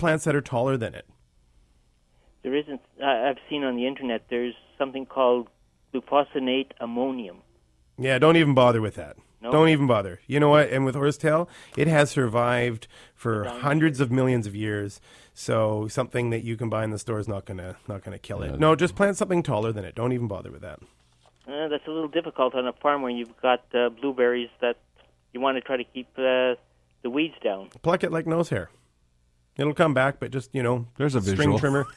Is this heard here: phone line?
yes